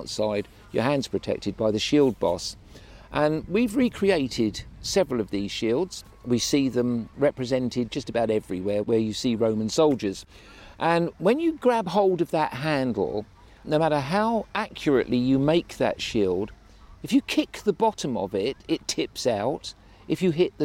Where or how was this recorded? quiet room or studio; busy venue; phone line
busy venue